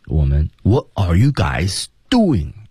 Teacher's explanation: 由于我们这句话的使用者是 Chris Rock 黑人，所以他这句话呢降调为主